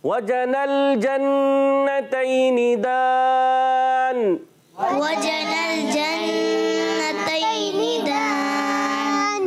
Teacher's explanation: حرف مدہ کے بعد عارضی سکون یعنی نون کو عارضی طور پر ہم ساکن کر دیتے ہیں وقف کی وجہ سے، اس لیے ہو جاتا ہے مد عارض. · نون مشدد میں ہوگا ایک الف کا غنہ